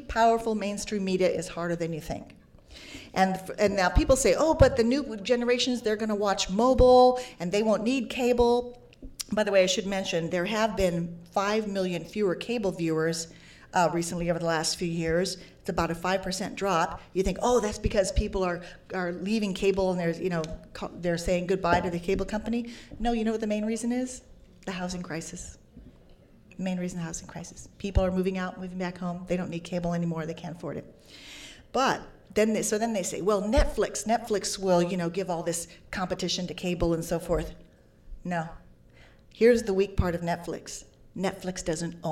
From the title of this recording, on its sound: Panel at #Media99 Summit